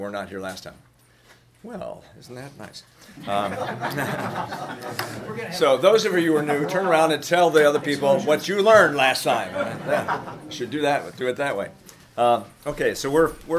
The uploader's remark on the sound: The following audio comes from the National Disciple Making Forum by Discipleship dot org. Global Discipleship Initiative hosted a track called “The Power of Micro Groups to Transform and Multiply Disciples.”